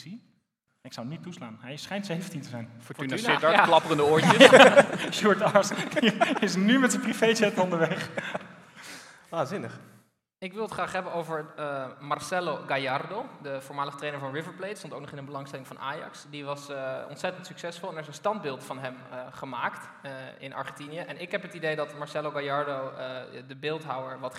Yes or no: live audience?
yes